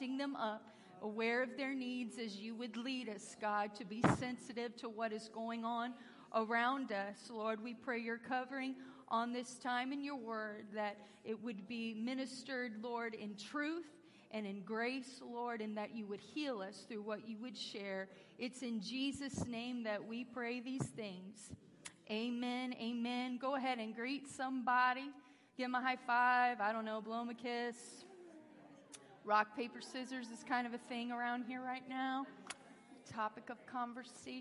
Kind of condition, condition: setting, large echoing room